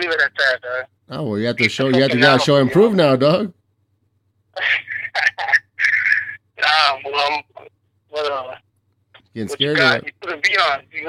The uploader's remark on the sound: Joins me (via ghetto rig speaker phone).